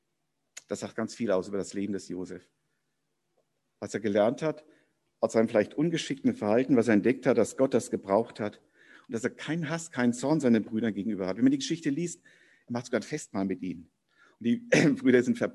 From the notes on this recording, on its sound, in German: Predigt im Rahmen eines von der Jugend gestalteten Gottesdienstes